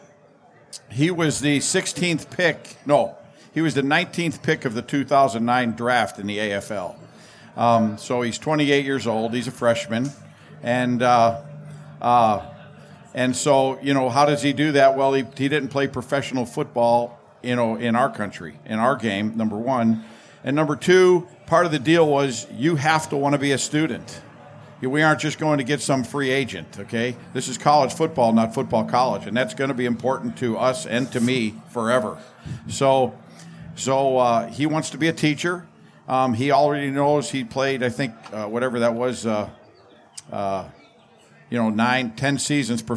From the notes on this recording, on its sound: This podcast is a recording of a live event called Inside USC Football held at The Lab across from the USC campus